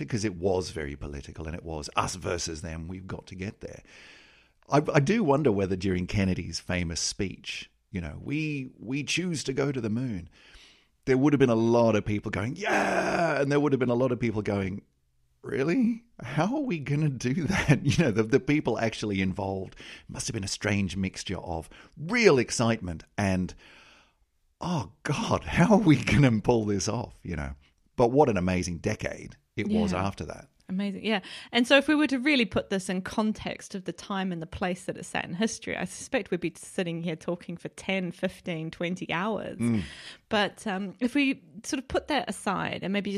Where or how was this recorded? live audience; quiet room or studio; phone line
quiet room or studio